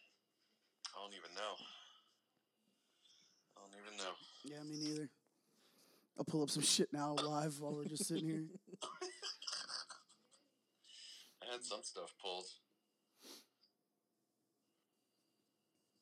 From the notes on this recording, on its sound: Apologies on the audio being potentially a little lower this week. Has no idea how to use any of this equipment.